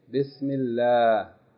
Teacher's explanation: whenever the word Allah is preceded by kasra, it's pronounced light · Term: Tarqiq